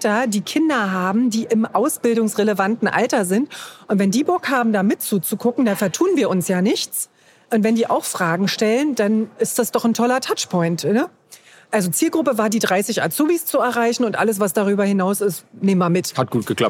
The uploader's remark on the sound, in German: KKongress-Special 2020. Live vom KKongress.